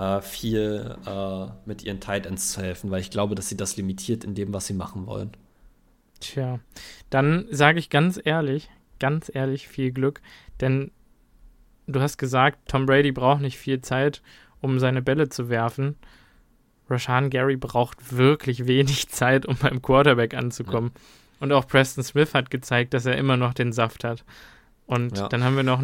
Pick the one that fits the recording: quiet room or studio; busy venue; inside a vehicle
quiet room or studio